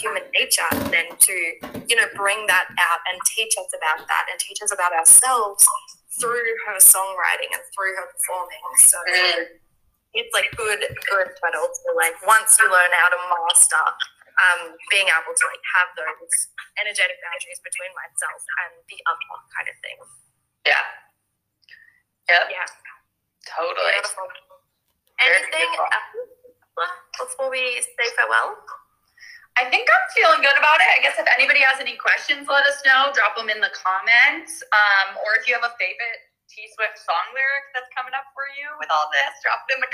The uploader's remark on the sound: Today we have the audio from an instagram live